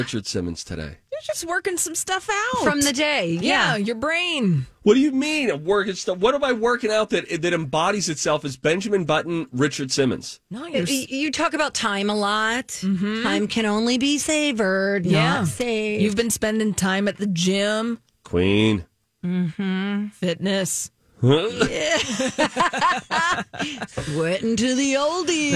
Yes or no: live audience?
no